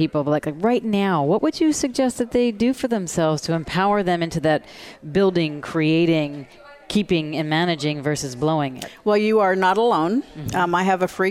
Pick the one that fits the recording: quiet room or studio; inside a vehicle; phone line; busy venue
busy venue